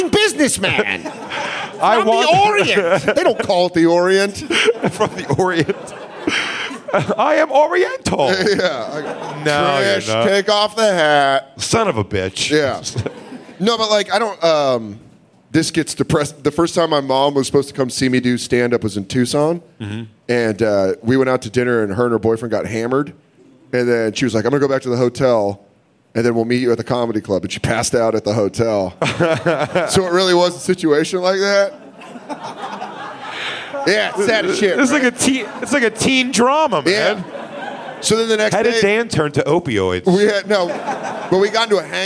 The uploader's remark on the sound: The Bonfire Live 3 Year Anniversary at Skankfest NYC 2018 in Brooklyn, New York. Celebrating a milestone live from Skankfest in Brooklyn. It was a packed crowd.